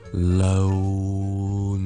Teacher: 一个 o 呢个双元音再加一个 consonant。今次咧系一个 N 音